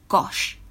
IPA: gɒʃ